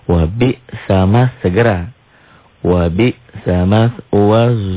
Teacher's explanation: tuh alif lamnya enggak dibaca, alif lam samsiah